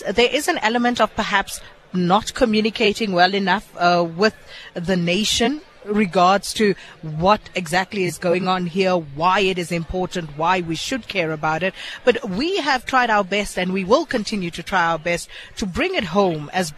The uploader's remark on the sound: We broadcast live from the Sandton where we spoke to variouys role players and analysts.